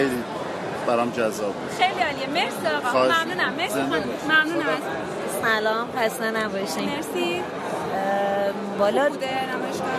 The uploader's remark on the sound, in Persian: پادکست سومین جشنواره بینالمللی کامکس. رادیو آهنگ سفر در طول این نمایشگاه حضور فعالی داشت و در طی این نمایشگاه پادکستهایی را ضبط کرد.